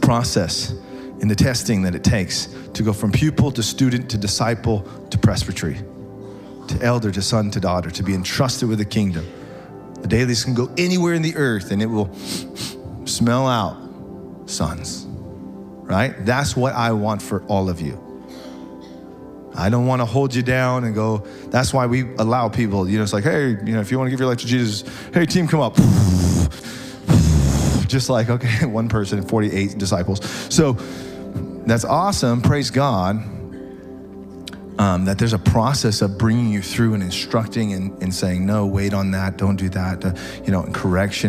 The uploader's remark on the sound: SOZO Church, Belfair Washington